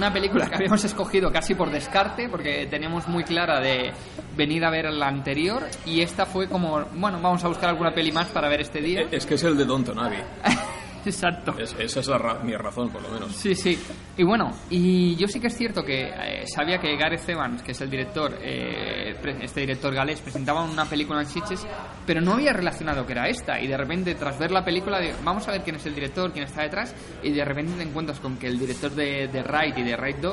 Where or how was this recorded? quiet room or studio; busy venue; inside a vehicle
busy venue